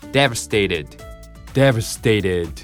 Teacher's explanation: やっぱり濁らせましょう。母音に挟まれた、ね、T でございます。レッド、レッドね、ちょっと低めの L みたいに。テイレッド、テイレッド。ルビを見てみると、レに点々。まあ、そんな日本語存在しないけどね。ちょっとイメージとしてはね、持っててほしいなという感じです。Devastated。Devastated。Example。